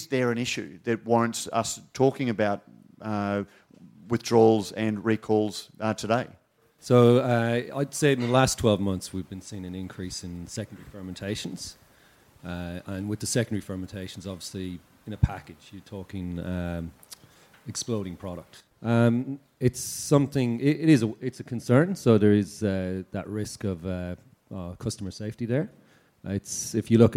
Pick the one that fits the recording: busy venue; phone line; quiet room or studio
busy venue